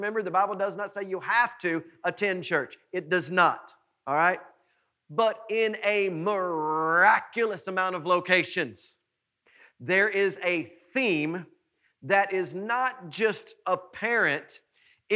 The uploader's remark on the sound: was preached at NBC on Main on July 12, 2020.